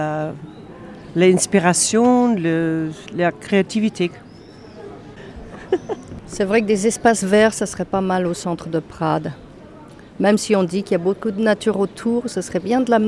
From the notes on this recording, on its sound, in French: A Prades, un jour de marché est un jour convivial ! On y entend des bruits et des musiques, des paroles amicales à la terrasse des cafés, sous le clocher de l'église Saint Pierre.